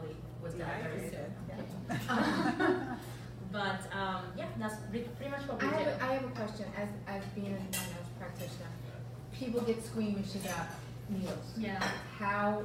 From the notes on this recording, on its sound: Farmers Table event. Broadcasting LIVE from Farmers Table in Boca Raton with Liquivida Lounge.